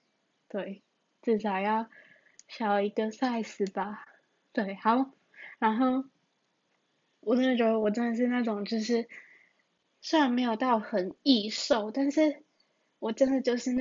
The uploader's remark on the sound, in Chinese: 錄音設備：AirPods(建議音量調高，速度調快)